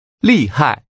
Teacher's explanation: Using two falling tones